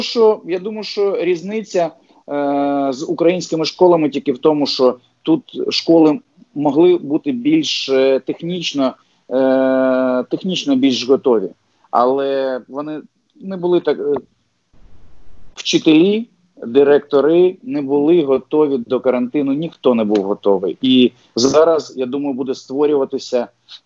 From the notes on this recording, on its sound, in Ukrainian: З допомогою skype.